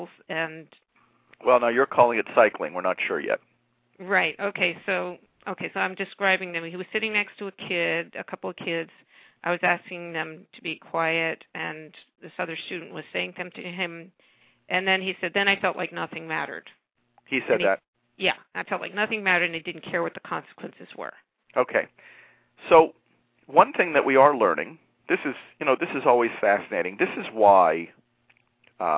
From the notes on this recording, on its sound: A special education teacher called